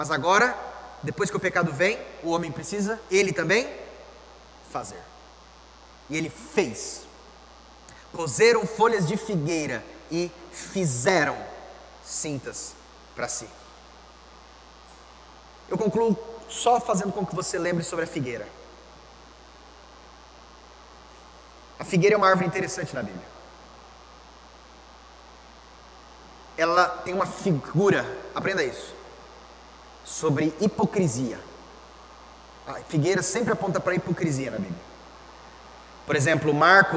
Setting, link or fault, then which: setting, large echoing room